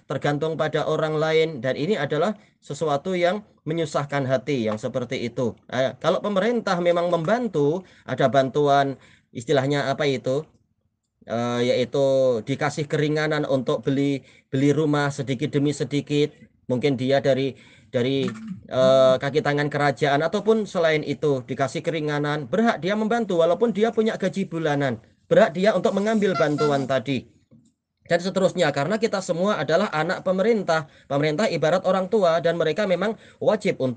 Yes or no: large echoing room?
no